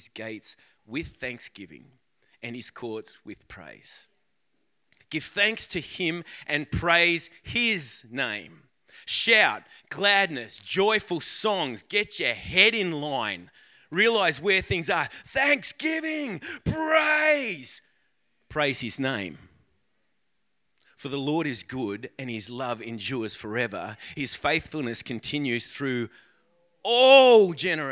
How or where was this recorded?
large echoing room